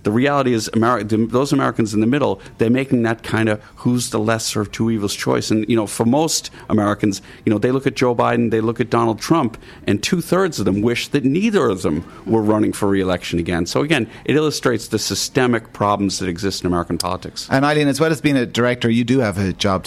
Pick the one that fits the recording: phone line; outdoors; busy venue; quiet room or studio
busy venue